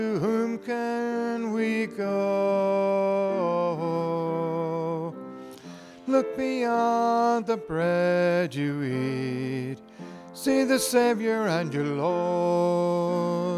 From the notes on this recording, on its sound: From Holy Spirit Catholic Church in Creston, IA.